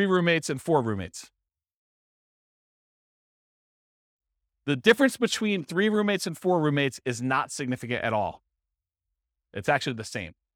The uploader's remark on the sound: This was a live class recorded